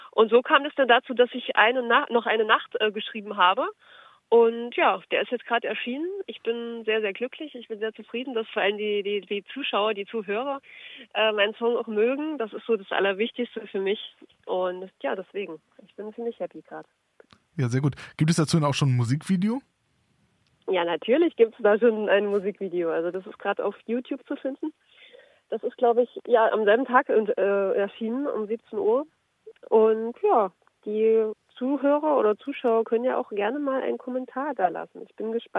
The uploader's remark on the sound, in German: Am Telefon